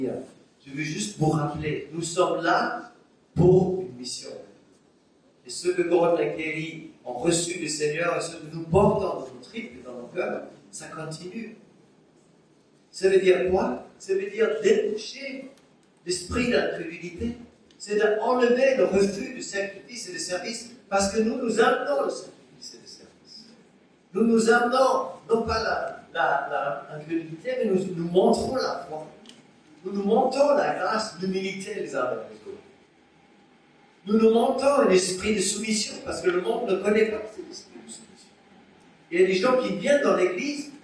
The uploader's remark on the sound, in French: Enregistré à l'église CVV, le 24/10/2021